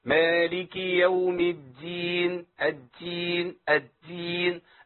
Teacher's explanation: فيها خطا برضو منتشر جدا، اللي هو الهمس، بدل الدال بتاء